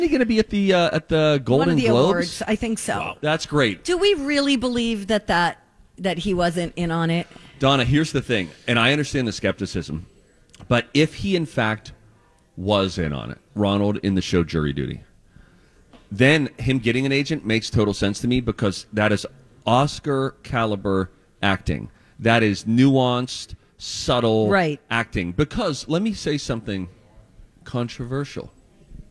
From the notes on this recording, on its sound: LIVE at their last Santa Stop at Southern Lights in Burnsville!